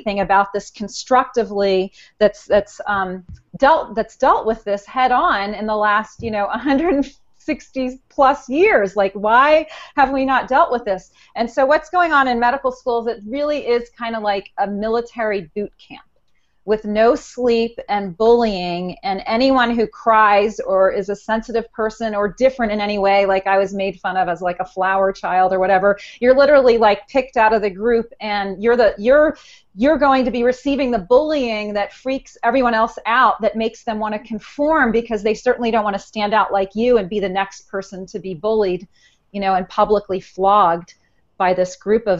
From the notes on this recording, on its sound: This is the audio portion of a Google Hangout from the Suicide Prevention Social Media community.